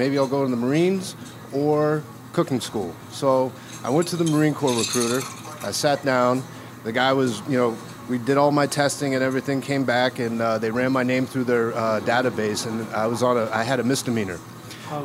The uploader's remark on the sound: Go live via the Barryville Radio Satellite, direct from Back to Baker’s , Barryville’s favorite bar and grill! Go live via the Barryville Radio Satellite, direct from Back to Baker’s , Barryville’s favorite bar and grill!